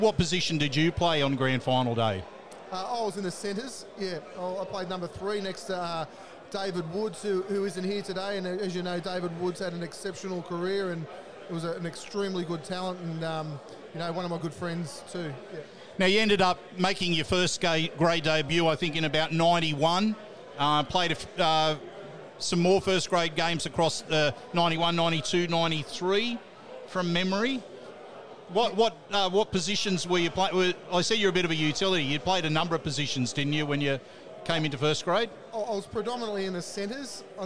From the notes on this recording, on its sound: Sounds From The 2023 BGA Reunion Luncheon. Was working the microphone as he caught up with a cracking group of former players and officials.